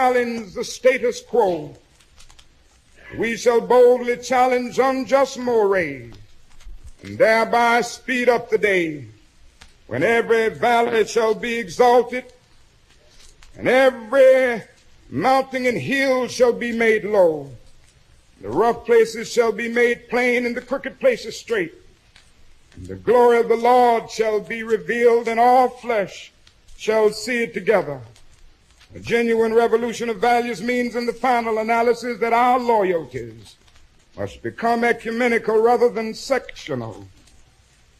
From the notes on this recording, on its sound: speech at Ebenezer Baptist Church in Atlanta, Georgia